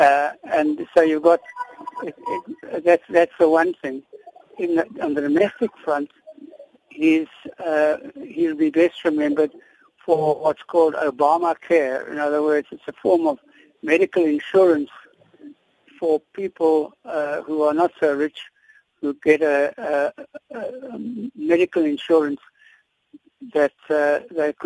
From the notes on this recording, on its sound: we are joined on the line